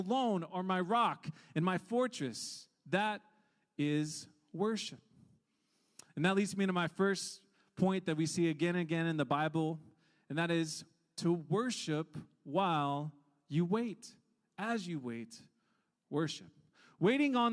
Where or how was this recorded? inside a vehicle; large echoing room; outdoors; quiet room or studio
large echoing room